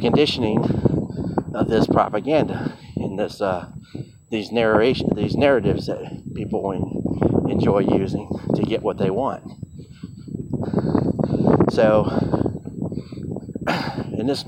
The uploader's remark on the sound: Random thoughts while walking at Purdue University.